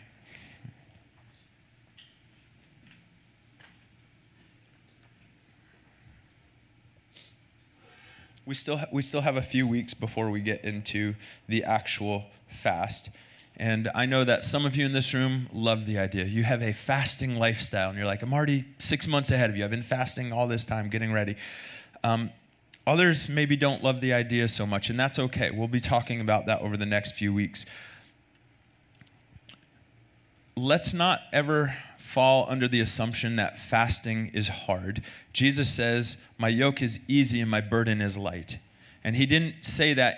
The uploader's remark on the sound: Recorded Sunday night service at Reunion Hawaii